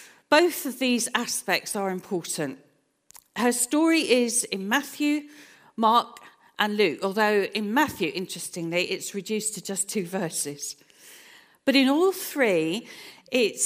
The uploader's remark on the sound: This sermon was recorded on Sunday 30th April 2023 at our Putnoe venue